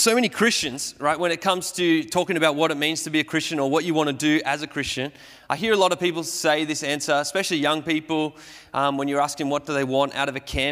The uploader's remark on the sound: Sermon recorded at Restore Church on the 25th of July 2021